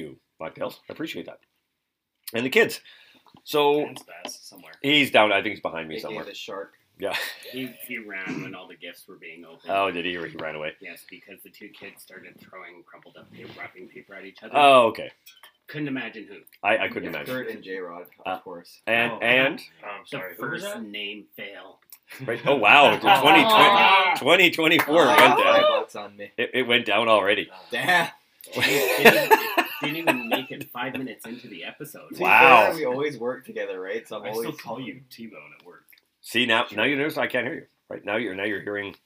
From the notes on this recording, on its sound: We were experiencing some technical difficulties, but we hope to have them all dealt with by the next episode.